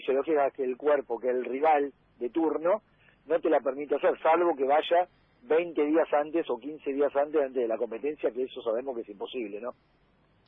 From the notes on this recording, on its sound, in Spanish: En el móvil a distancia